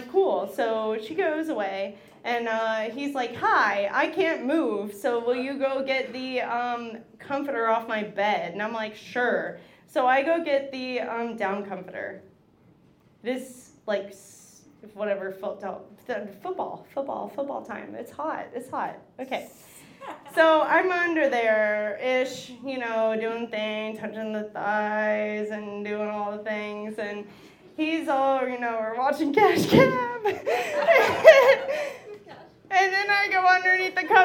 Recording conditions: live audience